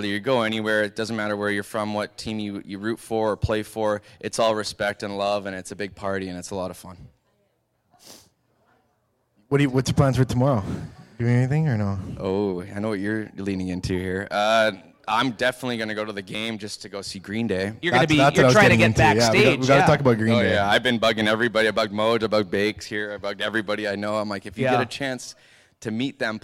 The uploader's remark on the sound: Live From Lions Den In Hamilton